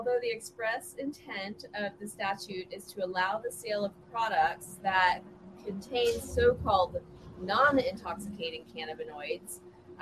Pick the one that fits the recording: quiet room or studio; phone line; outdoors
outdoors